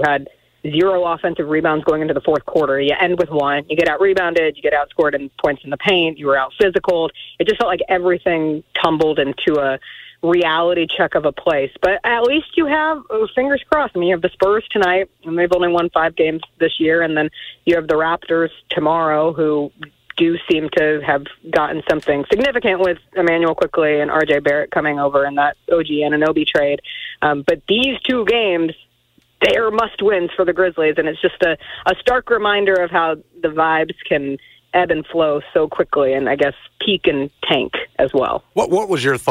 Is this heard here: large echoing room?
no